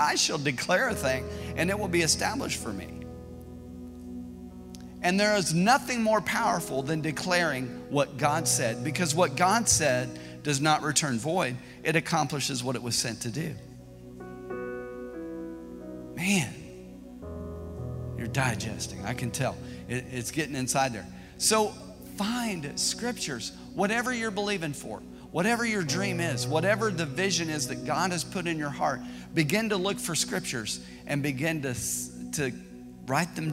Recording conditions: large echoing room